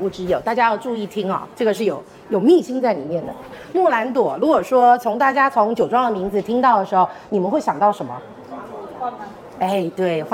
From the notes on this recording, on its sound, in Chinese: 理想酒会活动现场实录。终于在2023/07/29实现了邀请朋友们线下喝酒的理想。北京大小咖啡麦子店。